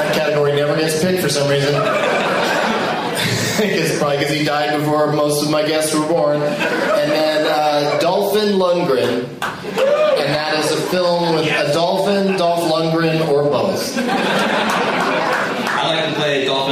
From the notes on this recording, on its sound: against audience members at Zanie's in Nashville, TN